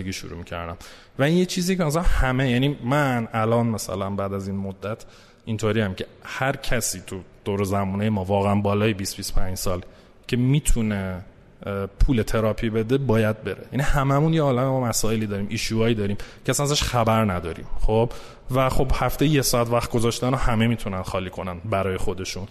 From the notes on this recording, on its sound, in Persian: این قسمت هم مانند قسمت قبل، در حضور جمعی محدود از مخاطبین پروپاقرص و تیم پادکست و با رعایت پروتکلهای بهداشتی ضبط شده است.